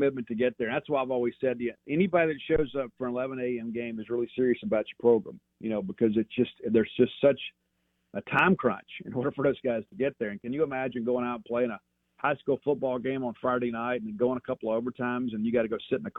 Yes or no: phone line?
yes